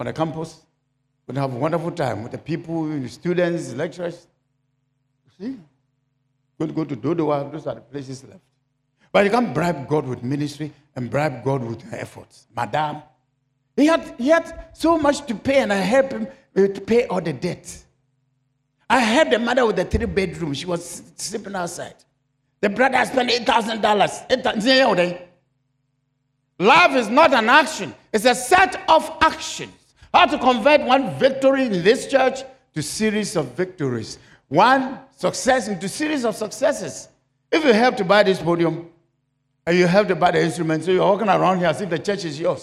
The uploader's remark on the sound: Sermon preached at CBC Shiashie Campus